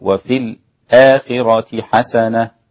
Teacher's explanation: الإمام حمزة بيسكت على الساكن قبل الهمز إذا وصل، وله عدم السكت أيضا، يعني ممكن يقول وفي الآخرة حسنة هكذا، أو يقول وفي الآخرة حسنة، له الوجهين.